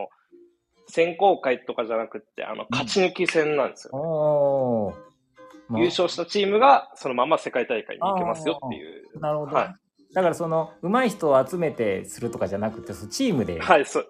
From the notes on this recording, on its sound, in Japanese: コラボ収録。少し聞き辛くてすみません。